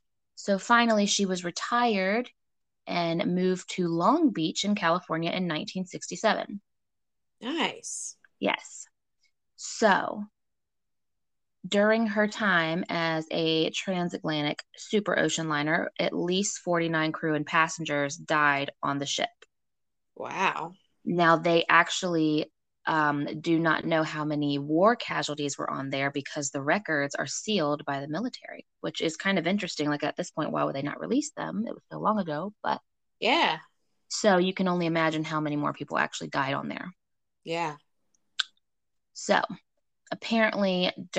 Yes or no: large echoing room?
no